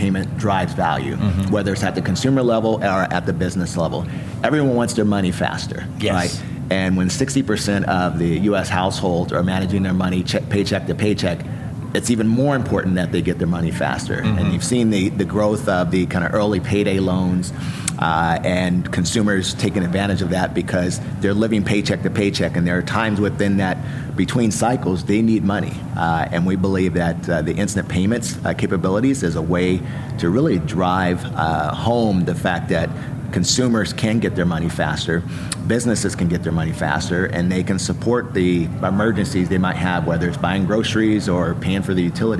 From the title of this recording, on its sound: LIVE FROM MONEY 20/20